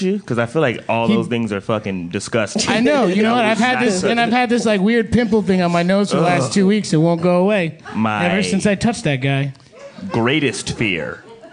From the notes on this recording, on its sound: This month the guys record LIVE at Over the Eight in Brooklyn